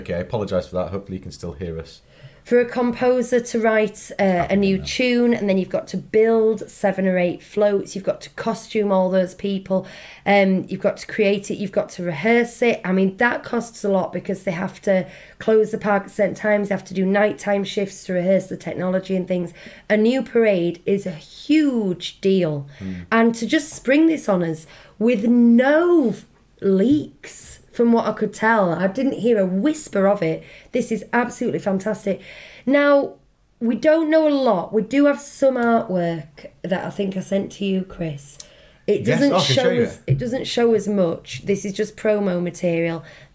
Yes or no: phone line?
no